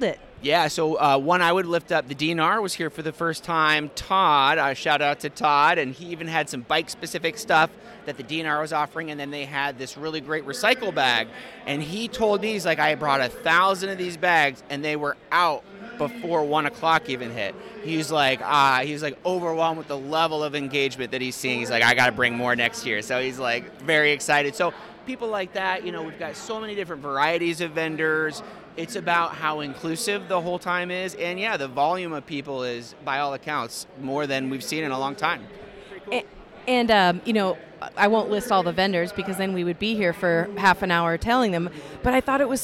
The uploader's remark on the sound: Interviews From the Iowa Bike Expo. Walked around and talked with various people about their business, or reason to be at the Iowa Bike Expo.